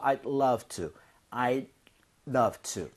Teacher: 이럴 경우에 I'd 이렇게 하지 마세요. D 사운드는 거의 안 납니다. 그래서 차라리 I'd 할 거면 D를 drop 하는 게 오히려 날 정도예요. 혀가 입천장에 살짝만 붙는다는 느낌이에요.